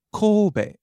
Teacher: When we say it in English, most people just say Kobe, a very short vowel, but it's really Kobe, a long O vowel in there